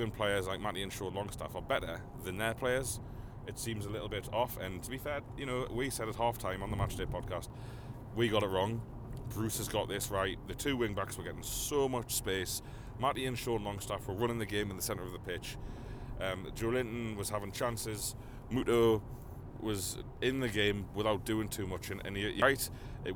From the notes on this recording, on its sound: in the car straight from the ground